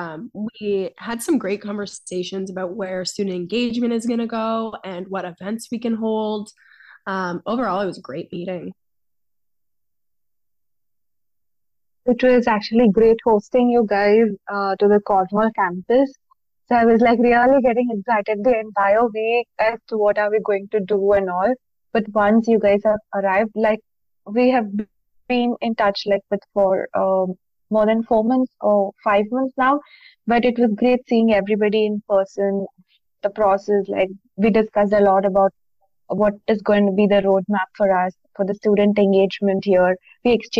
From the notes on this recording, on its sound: got together virtually to re-record the podcast